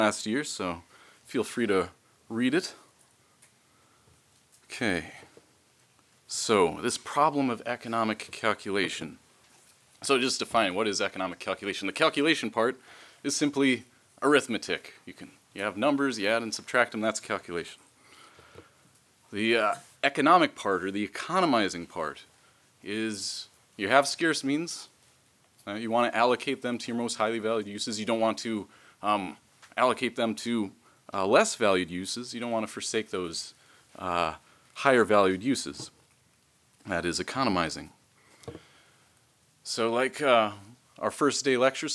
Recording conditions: large echoing room